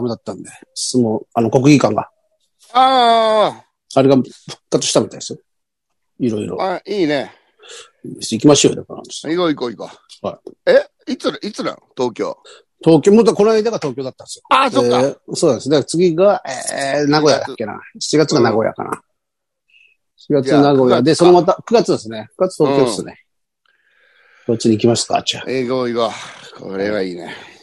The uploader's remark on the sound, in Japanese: ZOOMで収録